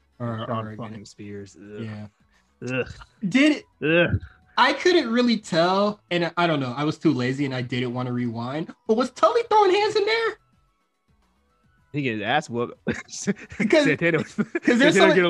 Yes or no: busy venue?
no